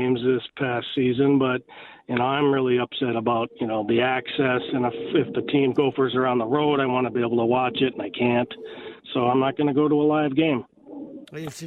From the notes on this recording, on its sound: The guys open up the phone lines to hear straight from the horses mouth about why Gopher athletics aren't selling out.